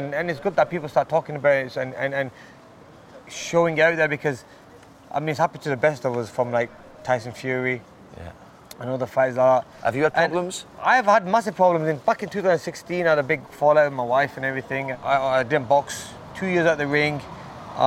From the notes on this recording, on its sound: we walk around Bolton and visit his gym